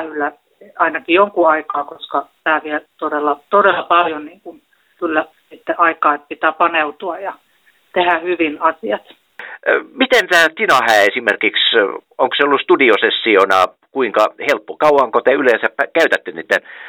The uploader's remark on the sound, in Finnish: Helsingin Lähiradio 100,3MHz. Puhelinhaastattelussa.